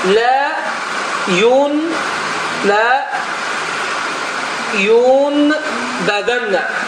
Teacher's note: Deməli, sukunlu nun və ya tənvinlər ən, in, un. Əgər bə hərfi gələrsə, üstəgəl bə, bu zaman n səsi mim hərfi səsi ilə əvəz olunur.